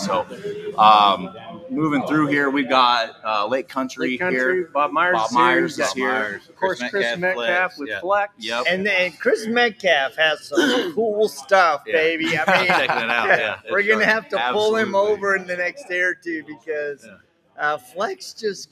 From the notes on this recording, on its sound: We are live from Indianapolis kicking of the IDA Global SV Event and Detailers of the Round Table Training.